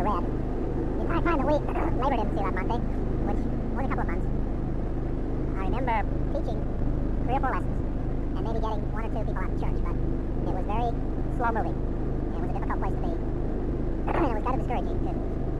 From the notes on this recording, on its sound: Driving to work. Poor audio quality.